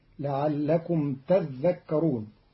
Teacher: قرأ قالون كلمة تذكرون بتشديد الذال فتصير لعلكم تذكرون، وأصلها تتذكرون فأدغم التاء الثانية في الذال فصارت تذكرون.